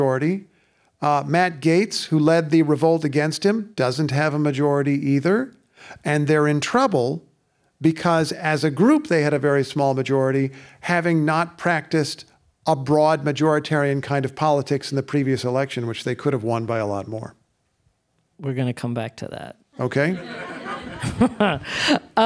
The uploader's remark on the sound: Recorded before a live audience at WBUR’s CitySpace.